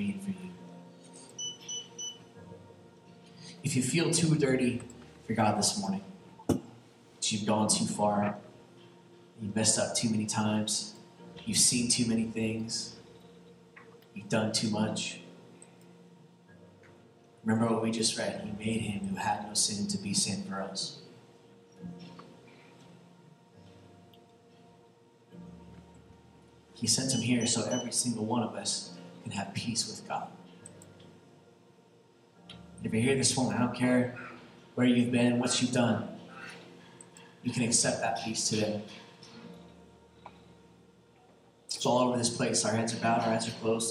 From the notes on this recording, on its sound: there was a mixup with our recording interface this week, so the audio isn't as clear as usual.